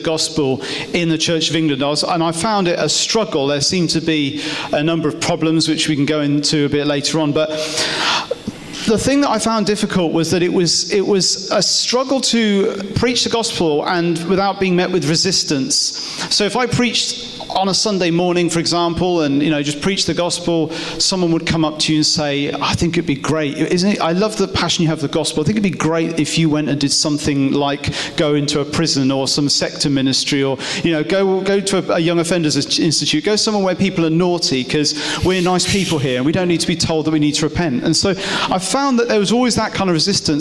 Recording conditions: live audience